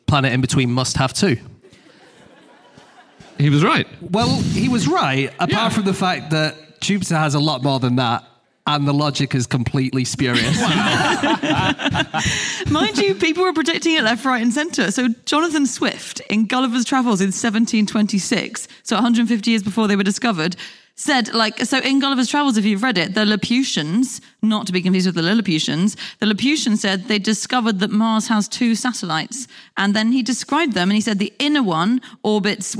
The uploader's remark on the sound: Live from Barnstaple